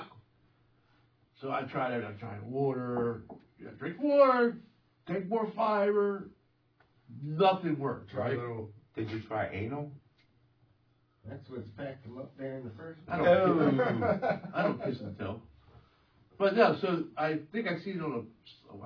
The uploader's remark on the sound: The audio is a little low on this one